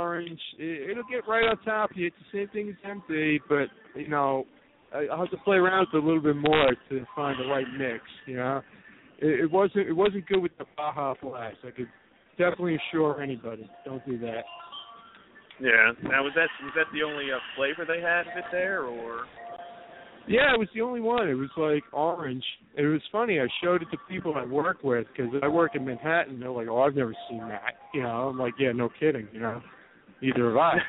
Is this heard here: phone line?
yes